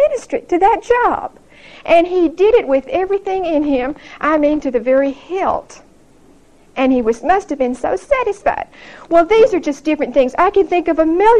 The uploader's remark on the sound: Recorded 9/23/1975 at Whitesburg Baptist Church.